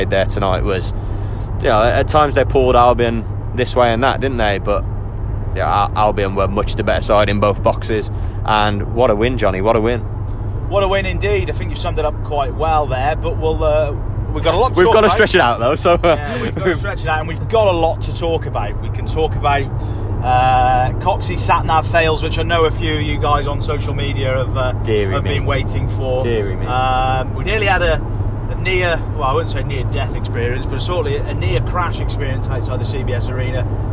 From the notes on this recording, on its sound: In this ramshackled, patched together poddy recorded on the journey back from the CBS Arena.